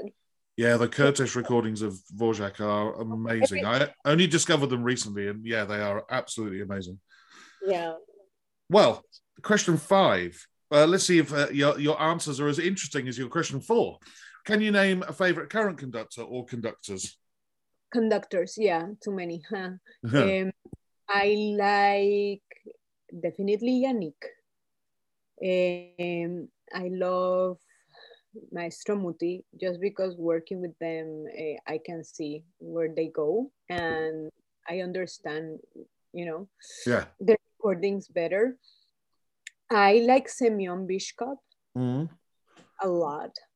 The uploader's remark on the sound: This interview was recorded on 1st February 2022 via Zoom.